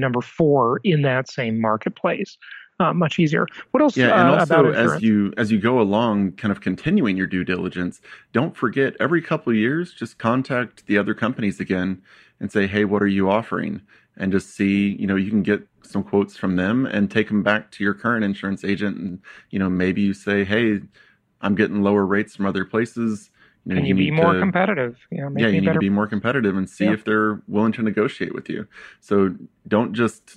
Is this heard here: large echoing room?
no